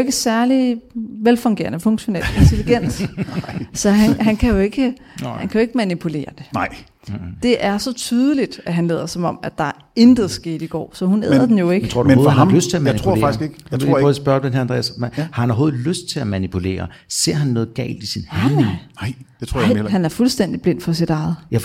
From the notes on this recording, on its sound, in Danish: Afsnittet er optaget live på Hotel Cecil den 1.